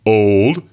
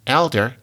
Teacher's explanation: Old in the back. Elder is up in the front.